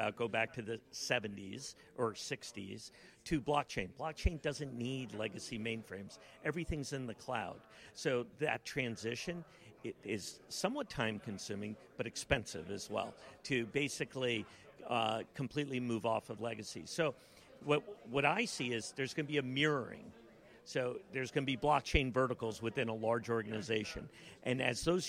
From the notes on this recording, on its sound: video podcast interview recorded during the Institutional Digital Assets Forum event in Boston on December 4th, 2023